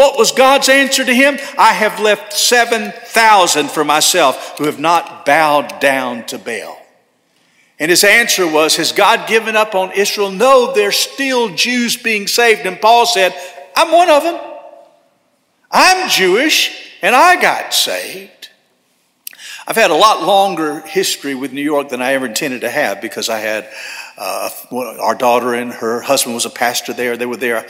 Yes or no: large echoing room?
yes